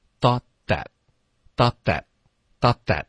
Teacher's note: thought 结尾的特音呢，我们要省略。然后这个时候最好是咬舌尖。